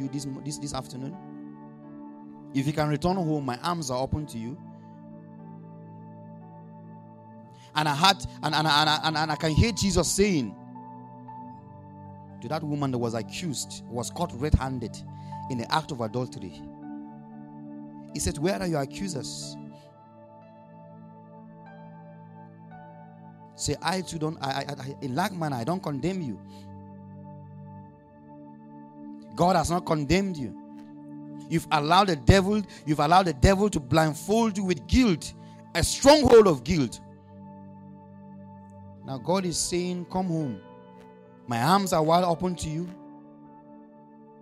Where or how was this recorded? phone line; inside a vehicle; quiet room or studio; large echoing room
large echoing room